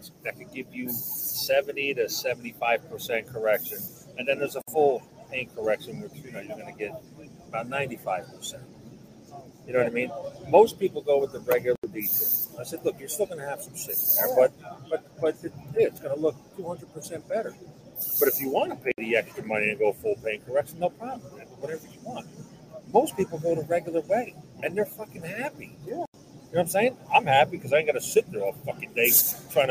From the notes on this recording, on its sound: Sorry for the low audio so much background noise makes it tough, but here's Southern Detailers Conference Day 1.